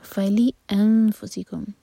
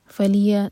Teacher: لی کے بعد جو حمزہ ہے اس کا کٹ آف ساؤنڈ کلیئر آنا چاہیے · Shown in: first take · فلی انفسکم، فلیا نہیں ہوگا، فلی انفسکم.